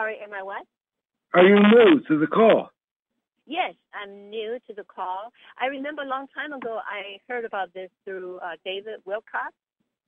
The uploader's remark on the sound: Conference Call LIVE